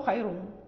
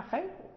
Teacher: نقف بضمة خفيفة جدا، نعم، مع ترقيق الراء · Shown in: second take · Term: الروم